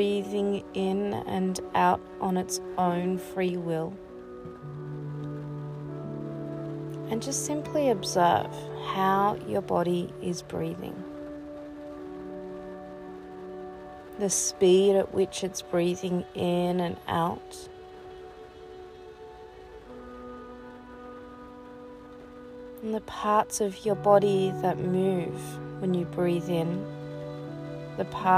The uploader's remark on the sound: It’s was raining pretty heavy the other day as I sat in the car I recorded this little piece for you! You can hear the rain pretty heavy in the beginning then it starts to ease.